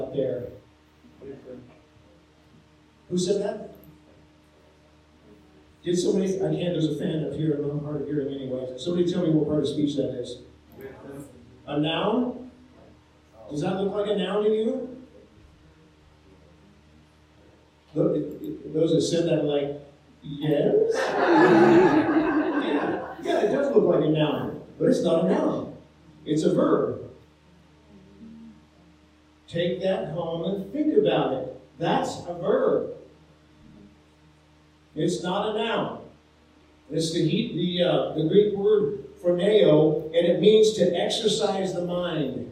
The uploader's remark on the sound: Sorry for the poor sound quality on this episode.